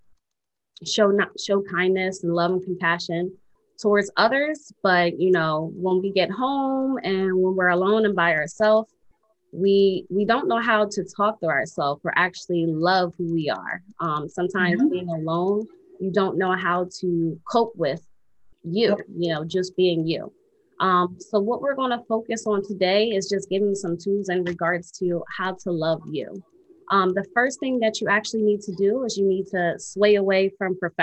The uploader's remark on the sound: LIVE TAPING PRE-RECORDED FROM FB LIVE DUE TO COVID19